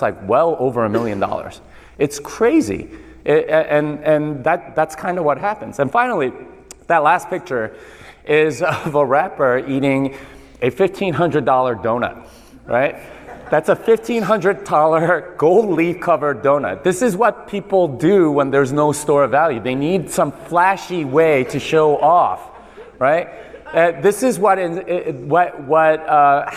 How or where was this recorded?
live audience